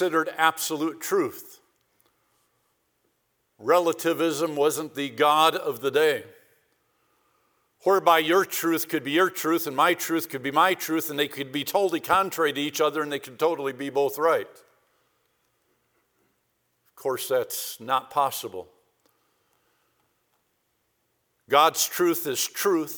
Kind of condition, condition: setting, large echoing room